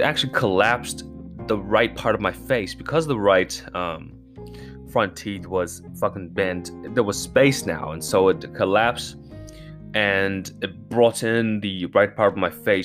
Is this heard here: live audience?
no